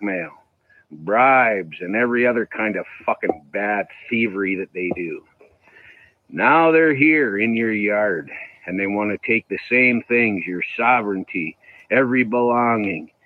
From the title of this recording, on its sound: Live Call